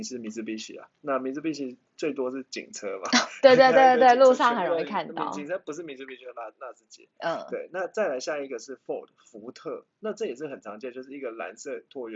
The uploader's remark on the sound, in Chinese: 抱歉EP1-7收音較差